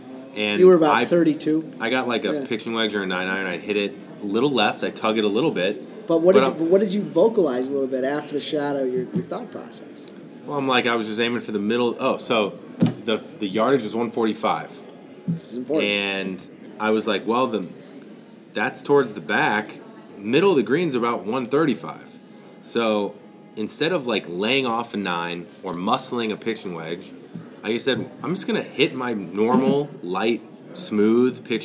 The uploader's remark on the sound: LIVE from the PGA Show.